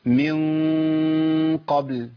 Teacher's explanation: يرتفع لساني يقرب بس لكن ما يلمسش مخرج النون · Term: اخفاء